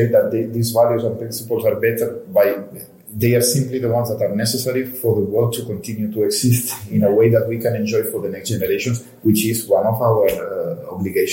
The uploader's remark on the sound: To round off Season Seven, we're off to Germany. Frankfurt to be precise as last week saw the return of ISH, the huuuuge bathroom exhibition. We'll be catching up with her live at the show.